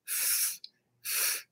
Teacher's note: como é arrastado, há toda aquela fricção